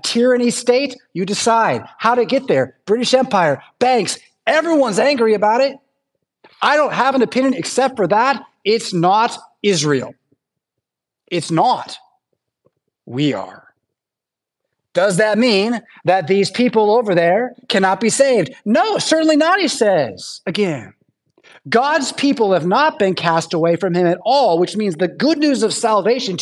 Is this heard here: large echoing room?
yes